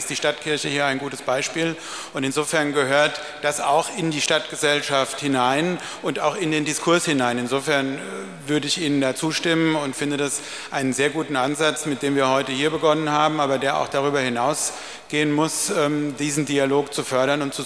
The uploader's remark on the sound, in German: Podiumsdiskussion vom Dachverband Kultur e.V. Sie hören die leicht gekürzte Fassung des Mitschnitts.